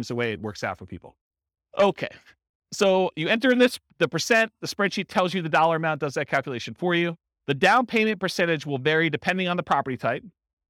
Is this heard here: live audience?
yes